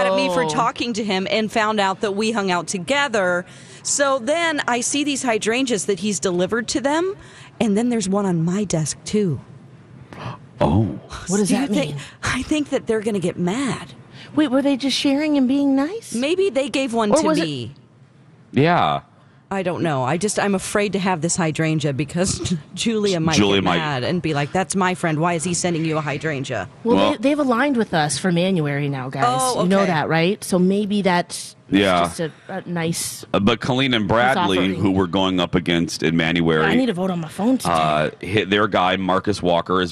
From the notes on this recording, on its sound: broadcast live from the AC Hotel for the Superbowl